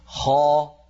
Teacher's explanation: الخاء والغين والقاف هذه الثلاثة مستعلية ولكن ما فيها إطباق، لما نقول خاء ما ليس هناك إطباق، لم ينغلق لم يعني ينحصر الصوت بين قبة الحنك واللسان. · Term: مستعلية ولكن غير مطبقة